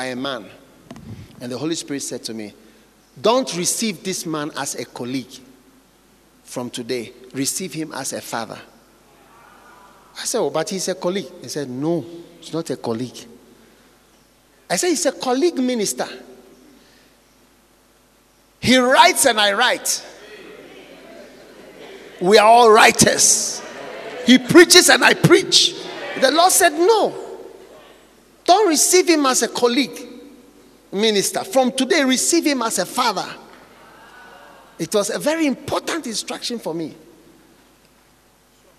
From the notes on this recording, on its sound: Preached at the Healing Jesus Pastor's Conference, Nyeri-Kenya, on the 2nd and 3rd December, 2022.